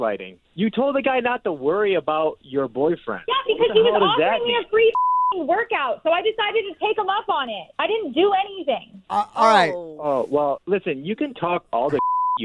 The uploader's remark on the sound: We opened up the phone lines for listeners to fill in the blank.